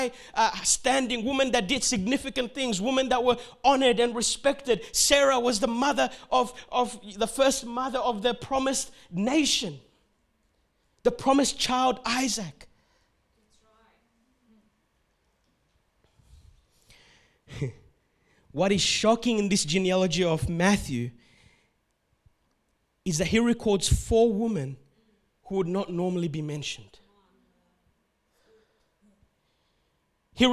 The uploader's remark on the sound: This word was preached on the 12th of December 2021 at Revive Church sunday service in Melbourne, Australia.